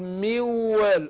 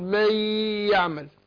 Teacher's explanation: فبنطق الحرفين النون الساكنة والواو كالثاني مشددا · Term: الادغام